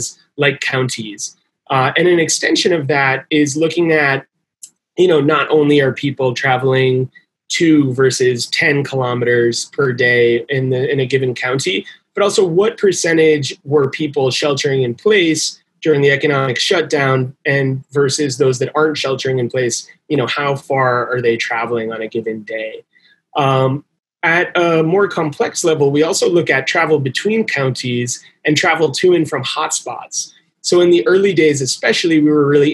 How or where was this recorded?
video call